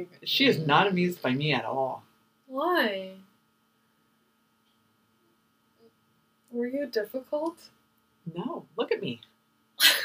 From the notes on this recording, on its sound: This episode the audio is a little bit better, but not by much.